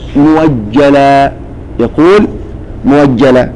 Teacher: فورش يبدل، يقصد الواو المهموزة. نعم، يبدل الواو المهموزة إن جاءت مفتوحة بعد ضم · Term: الإبدال